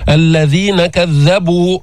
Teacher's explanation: الذال من طرف اللسان مع أطراف الثنايا العليا